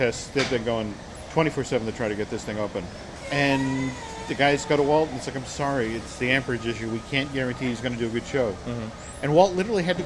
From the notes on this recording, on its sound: Recorded last week at the Magic Kingdom.